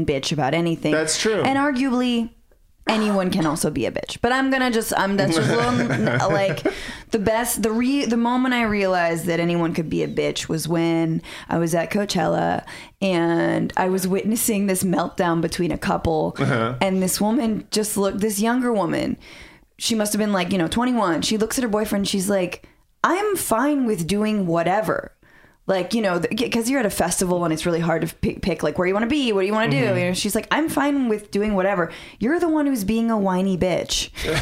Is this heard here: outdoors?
no